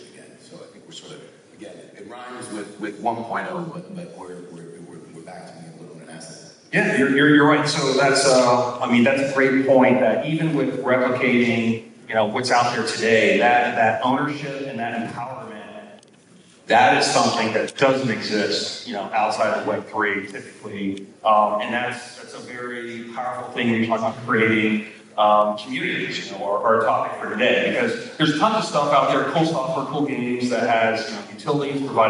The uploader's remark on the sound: In a conversation live from Town Hall for NFT.NYC!